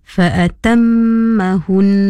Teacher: Dari hukum tajwid, apa yang kami dapat tegur ialah hukum idgham mislain saghir. Idgham mislain tu kita hendaklah baca dengung dengan dua harokat. Mim pertama masuk ke dalam mim kedua. Bunyinya seakan-akan jadi mim bersabdu.